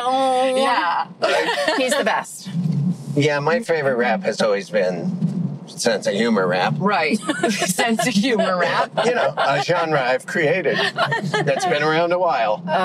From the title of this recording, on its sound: In the Car